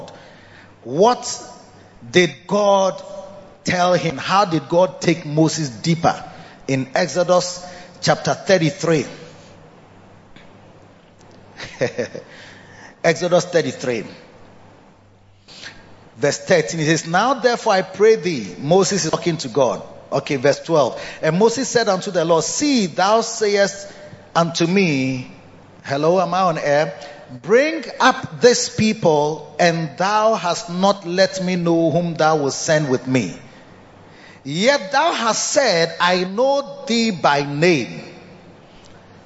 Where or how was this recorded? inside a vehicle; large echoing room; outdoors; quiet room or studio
large echoing room